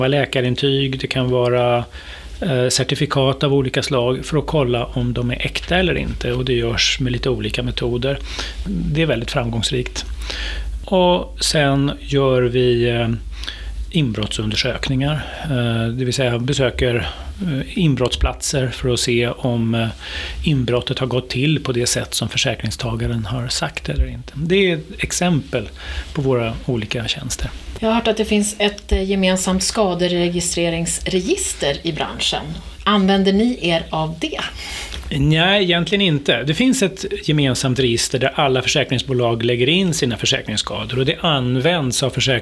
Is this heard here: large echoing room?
no